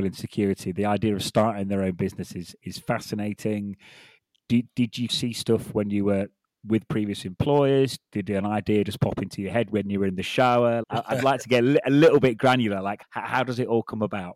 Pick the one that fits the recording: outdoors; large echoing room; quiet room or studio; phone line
quiet room or studio